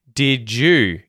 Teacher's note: the D at the end of did and the Y, the Y at the start of you, they merge, they assimilate and turn into a J sound.